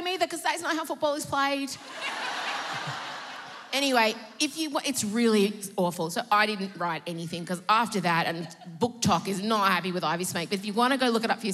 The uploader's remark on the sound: Live from Sydney. Recorded live on stage at the Enmore Theatre in Sydney. In front of an audience of encouraging Emsolators.